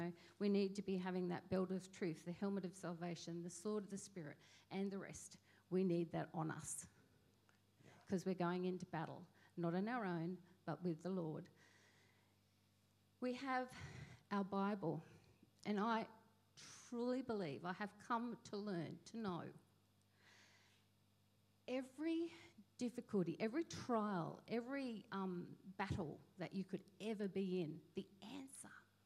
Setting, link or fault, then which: setting, large echoing room